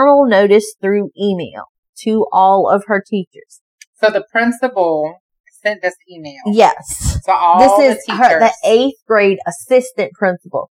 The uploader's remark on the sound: Excuse the audio, first timers here